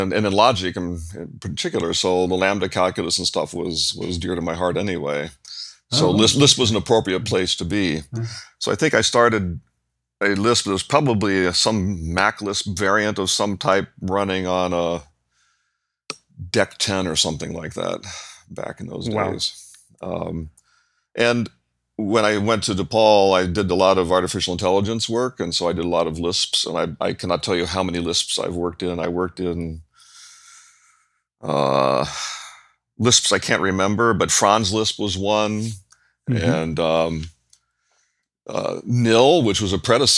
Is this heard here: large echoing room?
no